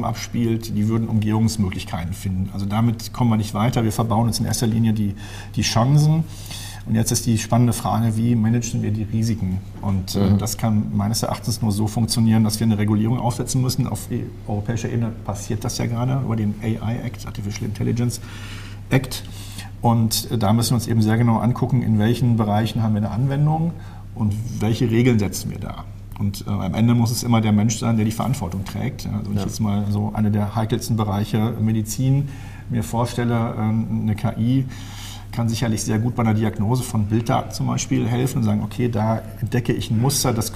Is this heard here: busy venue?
yes